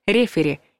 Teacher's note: Поэтому запоминаем, что в слове «рефери» от английского «referee» буква и звук «е». Кстати, ударение ставится на первый слог «рефери», несмотря на оригинальное произношение